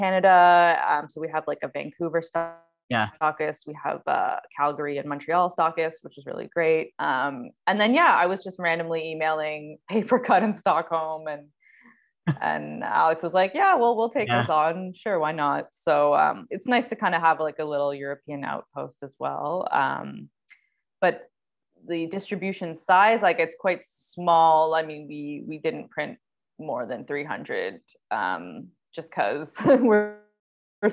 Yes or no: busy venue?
no